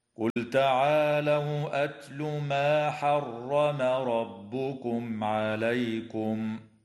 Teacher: أما بعد، فقول الله تعالى: قل تعالوا أتل ما حرم ربكم عليكم، لام الفعل في قوله تعالى قل تعالوا، حكمها الإظهار لوقوع التاء بعدها، وتفخم الراء في قوله تعالى حرم ربكم لأنها مفتوحة، وتظهر الميم الساكنة عند العين في قوله تعالى حرم ربكم عليكم، ويجوز الوقف على كلمة عليكم من قبيل الوقف الحسن.